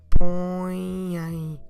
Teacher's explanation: make sure you don't close your lips, okay? So with the mouth open, and always nasal, work with your nose too.